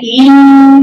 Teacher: الهمزه هاتيها من مخرجها وبعدين بعد كده هاتي النون ان تروحي مطلعه الصوت فوق عشان تجيب الخيشوم · Term: الغنى